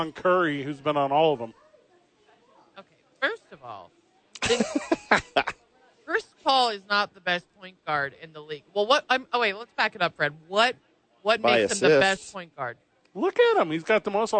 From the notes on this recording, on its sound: live from the YMCA